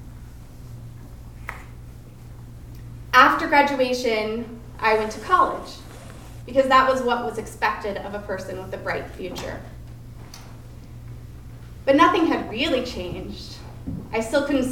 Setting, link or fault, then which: setting, live audience